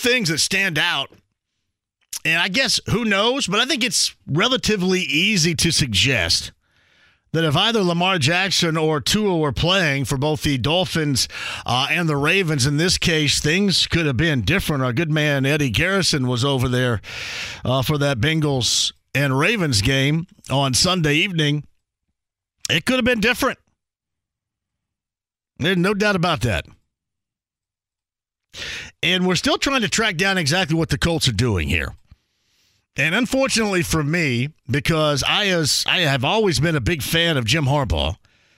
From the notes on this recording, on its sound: Goes back to the phone lines.